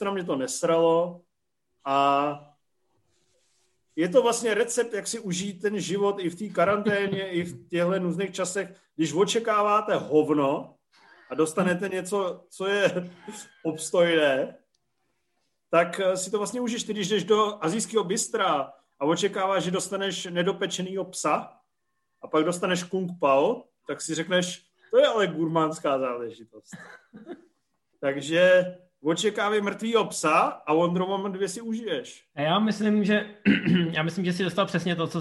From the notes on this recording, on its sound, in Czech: díle opět zoomujeme, tak uvidíme, jak dlouho nám to v roce 2021 vydrží.